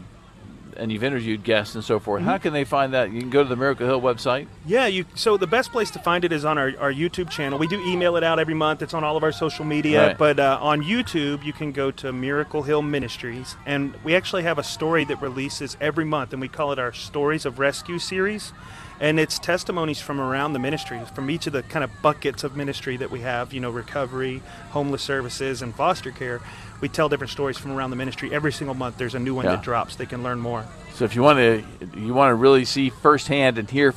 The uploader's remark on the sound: Live at the Miracle Hill Kids Ninja Challenge